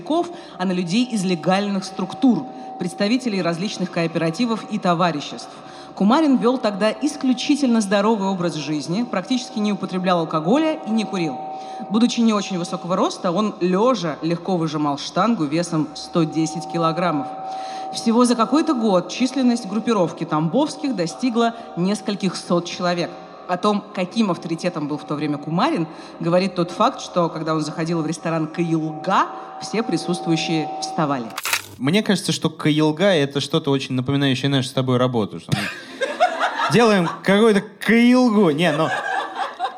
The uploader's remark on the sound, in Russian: Открытая запись. Записали его прямо в сердце северной столицы. Спасибо за помощь в проведении открытой записи подкаст-студии «Две дорожки» и клубу «Ящик».